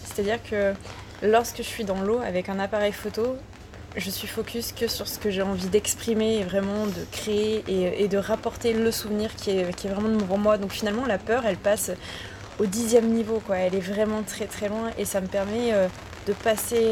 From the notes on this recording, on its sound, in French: Les conditions pour enregistrer cet interview n’étaient pas les meilleures (nous avons eu le droit à : la pluie, le clocher, la voiture qui fait son créneau à côté de nous, les commerçants de Roquebrunes sur Argens qui papotent…).